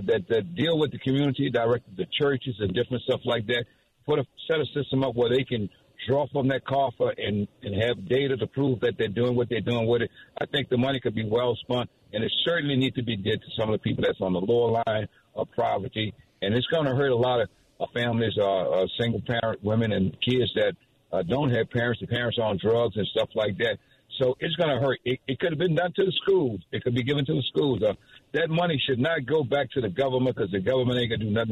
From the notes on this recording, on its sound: The WWL Listeners call